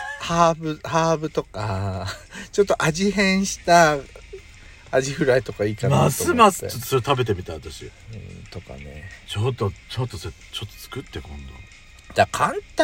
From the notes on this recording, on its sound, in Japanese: パーキング収録